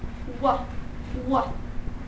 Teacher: I said, sometimes you might say it as bilabial sound, wa, wa, without any critical movement in your tongue. But if you produced it as labial velar, you will emphasize more on the velar parts than the lip itself. Wa, wa. You will feel your tongue touching the velar. · You will feel your tongue touching the velar. But if you produced as bilabial, you'll feel nothing.